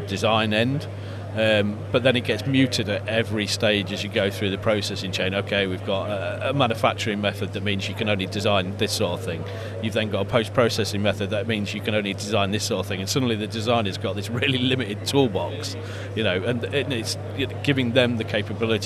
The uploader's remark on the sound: Live from formnext 2022.